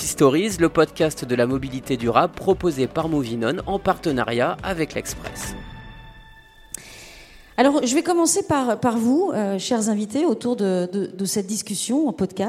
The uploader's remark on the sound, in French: enregistré à Clermont Ferrand, à l’occasion de la Movin'On Expo au siège du Groupe Michelin